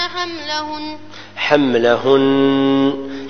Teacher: نون مشددة عندما نقف عليها نقف عليها بغنة